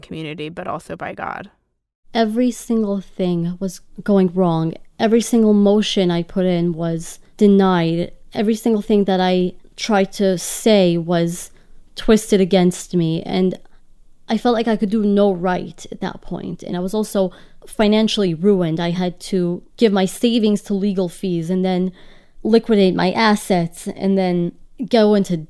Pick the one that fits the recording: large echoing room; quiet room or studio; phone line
quiet room or studio